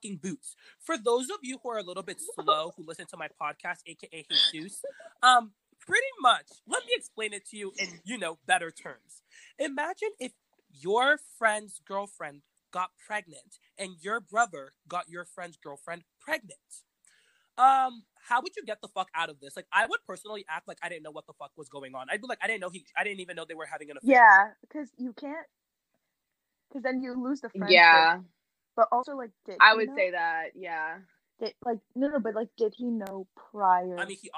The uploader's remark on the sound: this weeks episode was recorded virtually due to the virus outbreak, so sorry about the delayed audio and some of the glitching